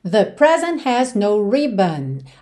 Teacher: Atenção que você nem ouviu o T de present